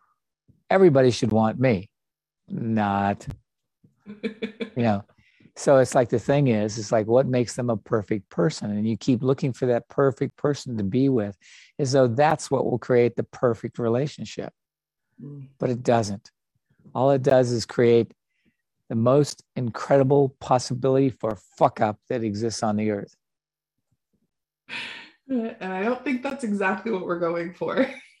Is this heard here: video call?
yes